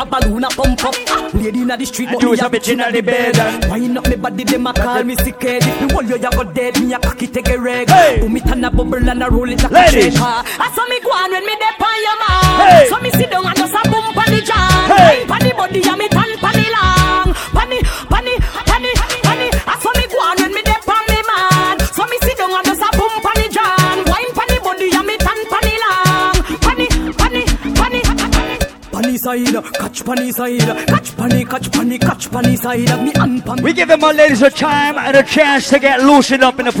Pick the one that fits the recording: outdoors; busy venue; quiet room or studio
busy venue